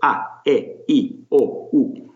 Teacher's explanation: The vowels are pure, they're crisp, they don't glide or float away the way English vowels often do